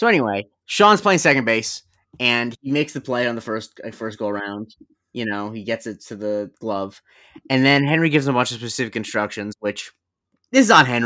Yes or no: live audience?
no